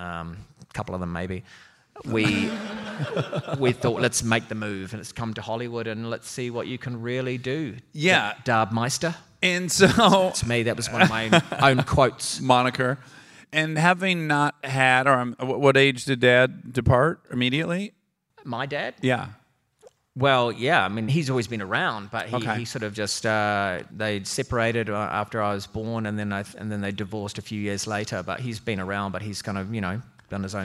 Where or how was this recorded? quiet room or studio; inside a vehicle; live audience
live audience